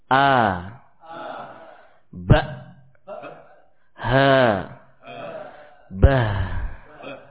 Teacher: Ya, tepat pada pita suara sehingga tatkala kita membaca huruf hamzah dan huruf ha terasa ada getaran ya pada tenggorokan kita · Term: aqsal halq